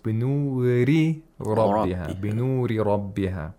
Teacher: So we have two Ra's right after another. The first one has tarqiq. The second one has tafkhim.